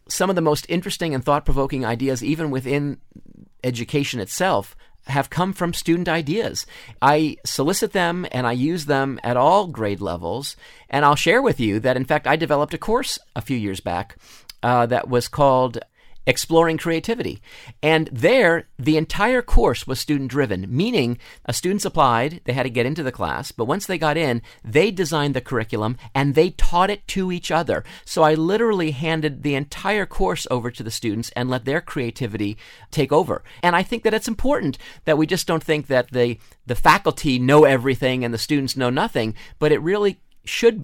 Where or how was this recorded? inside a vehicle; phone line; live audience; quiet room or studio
quiet room or studio